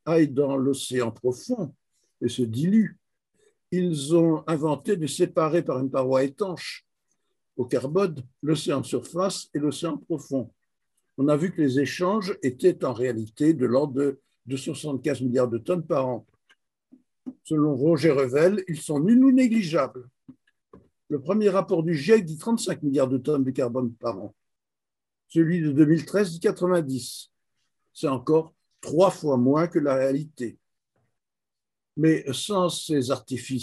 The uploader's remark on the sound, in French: Conférence en ligne